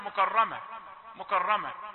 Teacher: الكاف تزحف إلى التفخيم دون أن يشعر من يقرأ